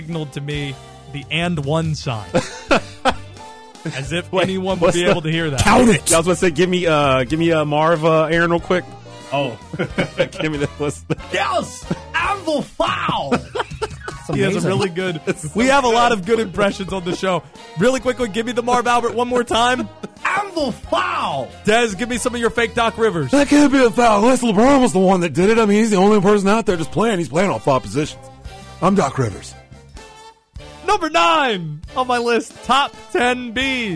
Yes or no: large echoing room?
no